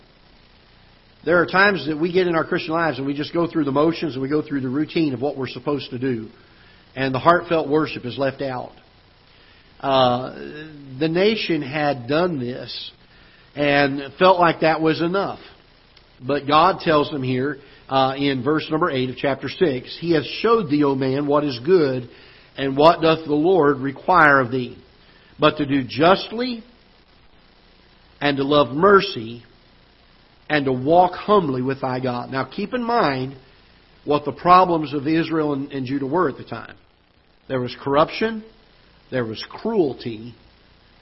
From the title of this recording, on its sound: Ketha Heights Baptist Church ~ Live Broadcast